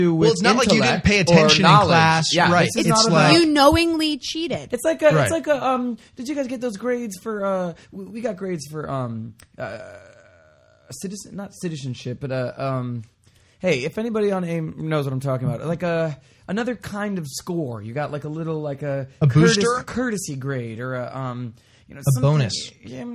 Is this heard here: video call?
no